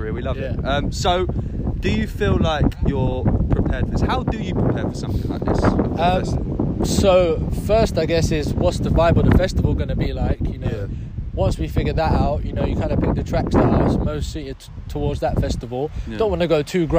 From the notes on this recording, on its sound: A very special, windy podcast from Ashtonbury Festival in Kent.